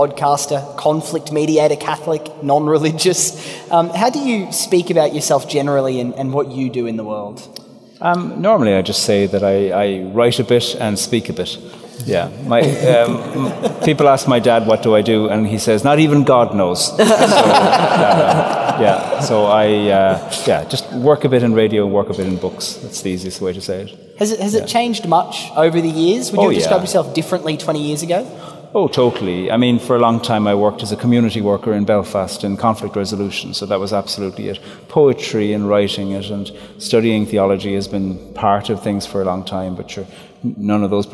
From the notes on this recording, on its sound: Live at the cathedral. In St John's Cathedral for a live recording of this conversation.